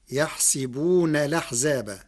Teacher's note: قرأ ورش كلمة يحسبون بكسر السين فتصير يحسبون الأحزاب مع نقل حركة الهمز إلى الساكن قبلها مع الحذف، والفتح والكسر في السين لغة العرب.